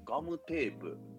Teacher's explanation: これって母音はあうえええうね